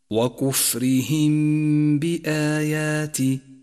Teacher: جاءت الميم الساكنة وجاء بعدها حرف الباء، وهو حرف الإخفاء الشفوي الوحيد، والواجب هنا إخفاء الميم بالباء التي بعدها، فلا نجافي بين الشفتين عند نطقها ولا نضغط عليهما، ونقف على الميم بغنة زمنها حركتان